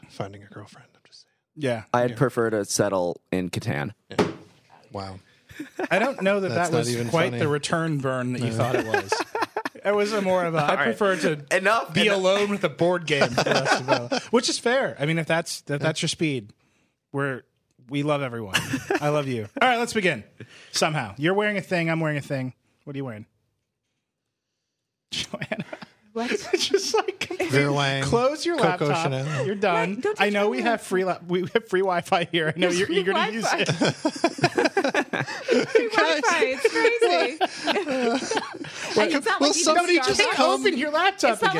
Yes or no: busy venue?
no